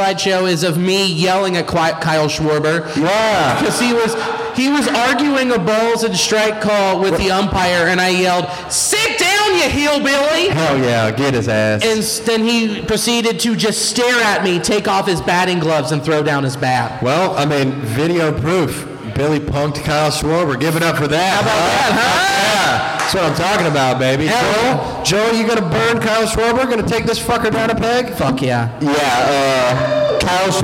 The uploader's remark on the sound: THE LIVE EPISODE! Live at Three Points Brewing in Over the Rhine. Thanks to Bomb's Away Comedy for having us on the Cincinnati Podcast Show.